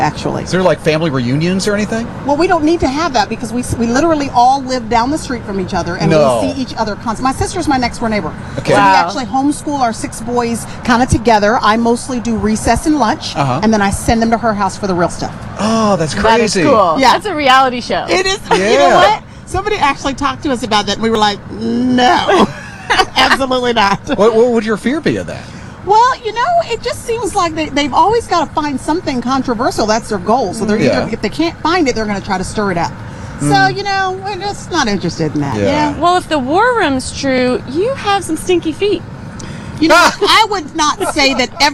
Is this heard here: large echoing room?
no